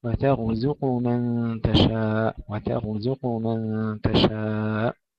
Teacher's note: ترقيق التاء وتفخيم الراء، ثم ترقيق الزاي وتفخيم القاف